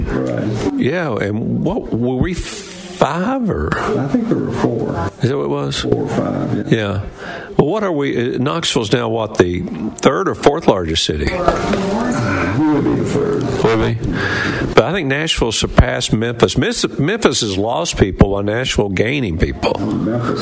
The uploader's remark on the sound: LIVE from the Lost Sea in Sweetwater